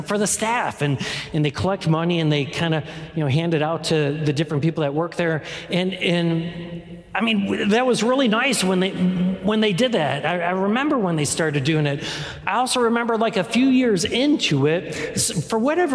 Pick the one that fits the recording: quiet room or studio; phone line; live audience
live audience